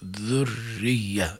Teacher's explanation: الراء ميزتها يا كرام أنها مكسورة حتى مع تشديدها، وهذا موجب لترقيقها